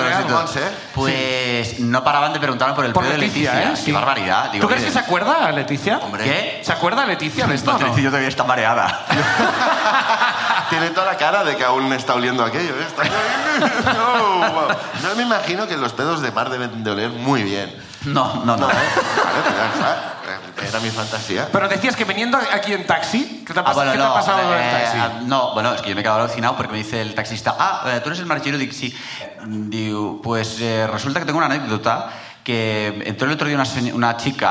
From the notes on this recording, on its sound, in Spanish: El público sube a contarnos